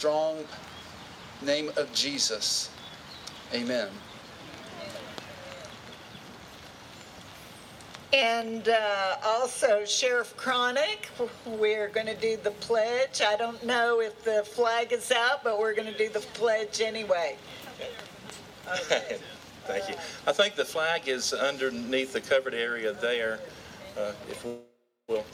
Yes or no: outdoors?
yes